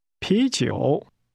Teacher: The word beer is pronounced with a rising tone, followed by a falling rising tone.